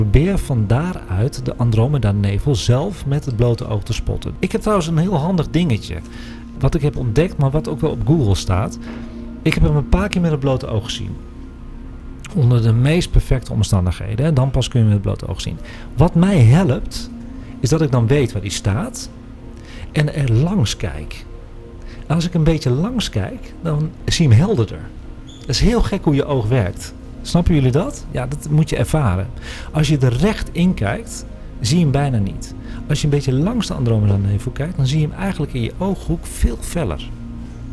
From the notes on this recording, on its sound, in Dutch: Deze live uitzending is opgenomen op locatie bij Boekhandel Scheltema aan het Rokin te Amsterdam voor AmsterdamFM.